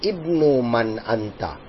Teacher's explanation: there's nothing written before the word ibn, so that is why I am pronouncing the hamza